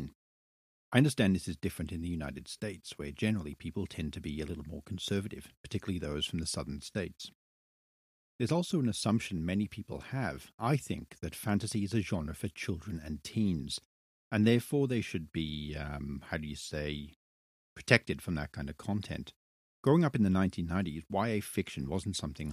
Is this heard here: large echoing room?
no